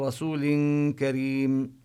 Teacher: لقول رسول، قول كذلك يعني المطلوب أن يتنبه القارئ لتفخيم القاف ويتنبه عند رسول كريم يمد الواو مدا قليلا، رسول كريم، وعند كريم يخفي التنوين الذي في رسول، يخفي التنوين لوجود حرف الكاف بعده · Term: الإخفاء